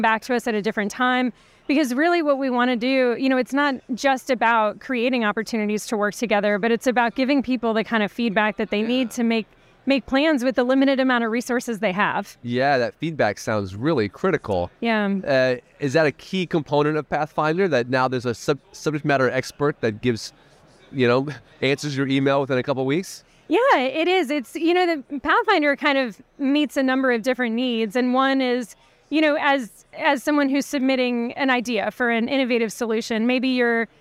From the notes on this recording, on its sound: recorded at the ViVE 2023 conference in Nashville